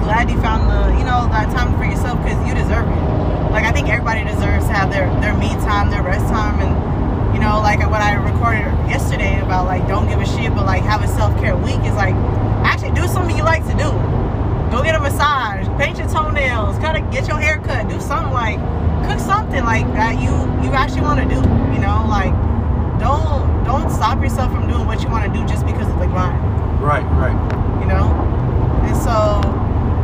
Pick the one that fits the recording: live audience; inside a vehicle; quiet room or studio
inside a vehicle